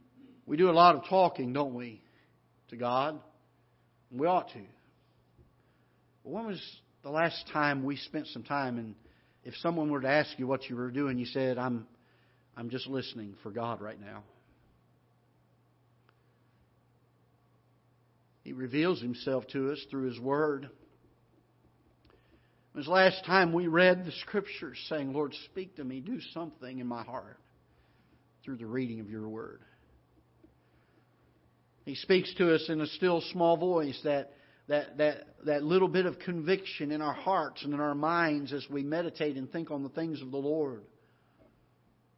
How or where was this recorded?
large echoing room